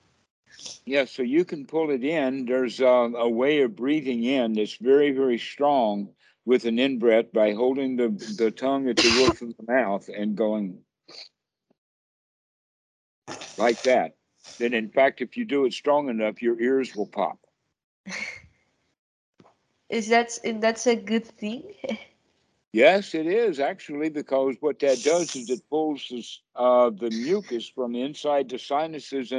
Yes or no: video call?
yes